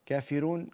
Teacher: كافرون كذلك راء مضمومة مسبوقة بكسرة فإنه يرققها بخلاف حفص رحمه الله